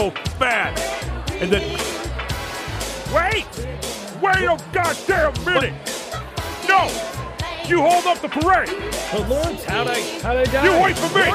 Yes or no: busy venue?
yes